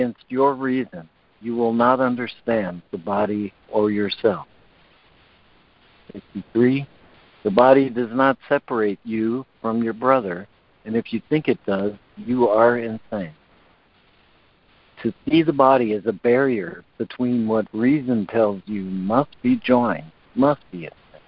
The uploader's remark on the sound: ACIM Daily Conference Call.